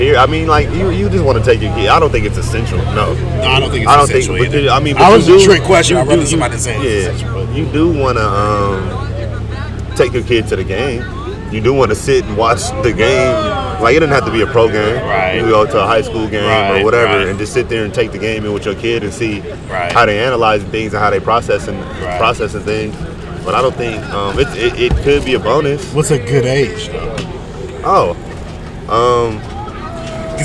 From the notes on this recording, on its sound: We're live from the Rose Bowl.